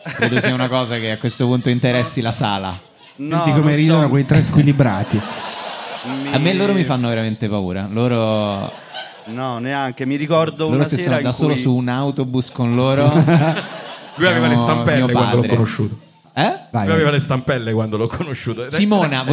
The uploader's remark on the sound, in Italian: Registrato live al Monk di Roma. Con molteplici aneddoti del pubblico.